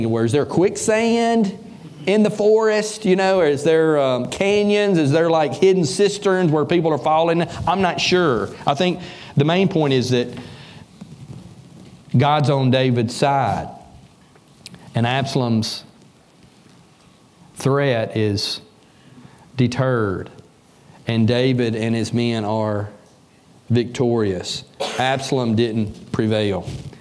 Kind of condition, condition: setting, large echoing room